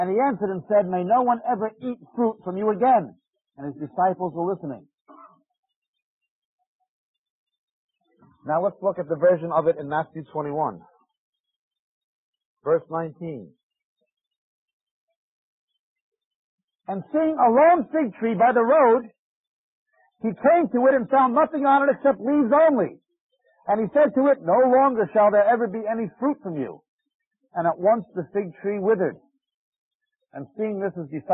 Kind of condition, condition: setting, large echoing room